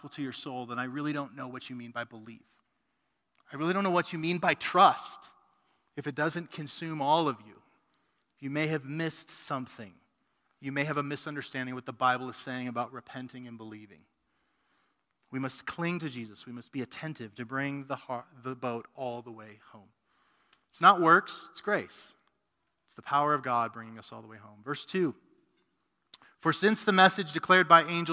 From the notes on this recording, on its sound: A sermon preached at RGC's mother church, South Canyon Baptist Church on 9-27-2020